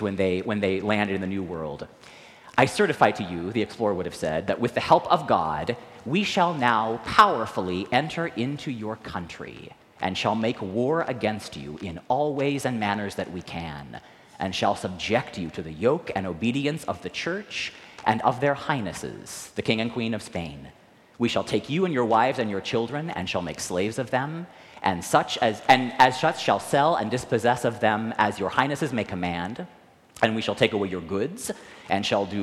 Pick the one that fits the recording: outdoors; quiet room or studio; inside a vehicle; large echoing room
large echoing room